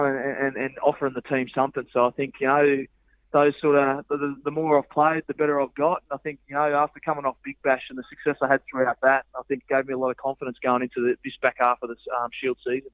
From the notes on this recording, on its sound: phones in from Port Elizabeth